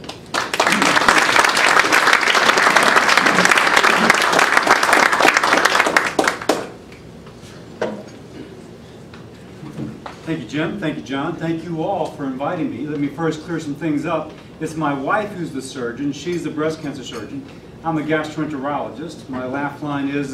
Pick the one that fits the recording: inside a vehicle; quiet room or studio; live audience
live audience